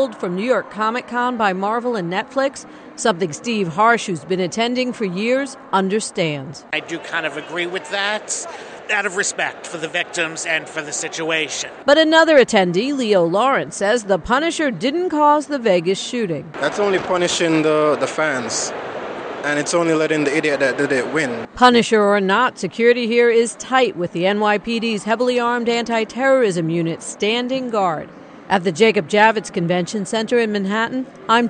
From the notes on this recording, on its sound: Live From The 2017 Masters of Funk Tour.